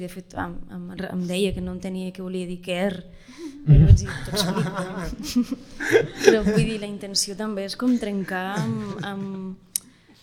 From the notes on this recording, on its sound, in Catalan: Ens estrenem en directe amb nervis i il·lusió i ho fem des del D’A Festival de Cinema de Barcelona.